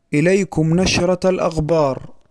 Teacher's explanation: فأبدل الخاء غينا، حيث جهر الخاء تحت تأثير الباء المجهورة فتولدت الغين. كما تقدم أن الغين هي النظير المجهور للخاء، فإذا أعطيت الخاء صفة الجهر انقلبت إلى غين.